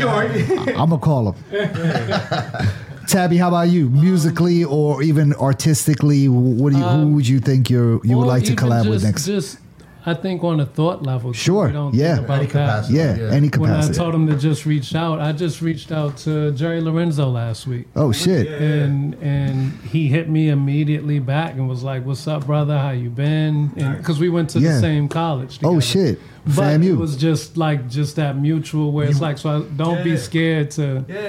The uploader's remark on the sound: WHATSAPODCAST broadcasted live from the Eaton Hotel on Monday September 9th for the Take Creative Control summit.